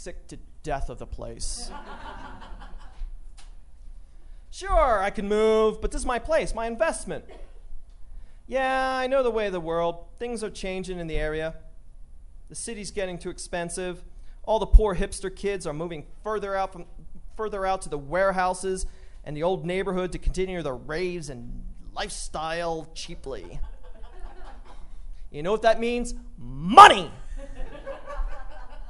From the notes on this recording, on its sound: Live at MCA Denver. This is a special live version of the show!